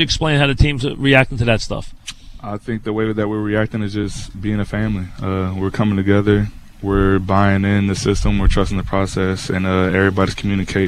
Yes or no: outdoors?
yes